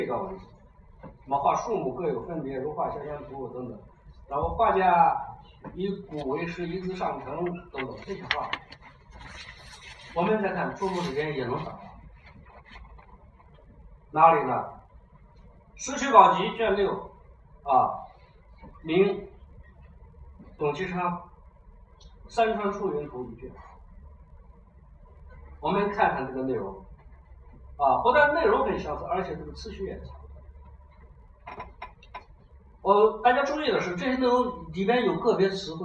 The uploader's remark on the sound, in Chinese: 讲座录音。